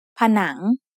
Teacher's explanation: The syllable has a live ending, so it is said with a rising tone.